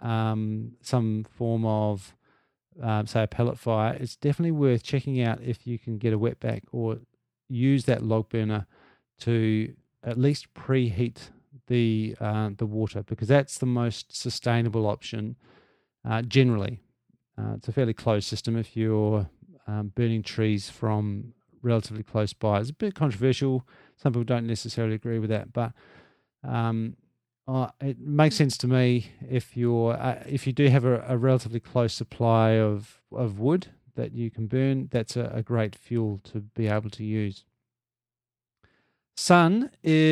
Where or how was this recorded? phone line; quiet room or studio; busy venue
quiet room or studio